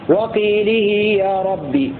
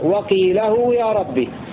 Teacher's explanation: بخفض اللام وكسر الهاء مع صلتها بياء · Shown in: first take